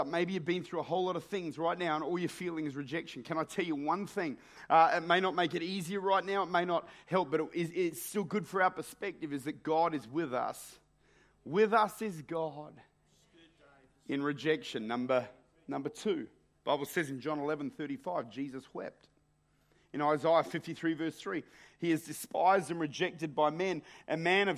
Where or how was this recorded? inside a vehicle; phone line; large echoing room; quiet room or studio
large echoing room